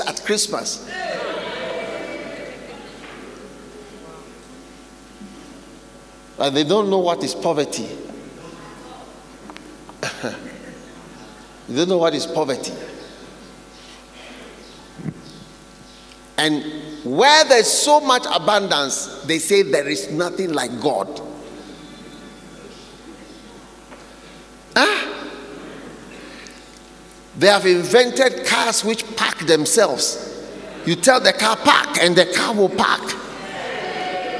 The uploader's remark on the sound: Preached at the Healing Jesus Pastor's Conference, Nyeri-Kenya, on the 2nd and 3rd December, 2022.